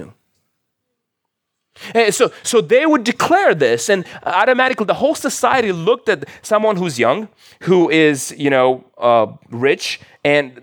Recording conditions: large echoing room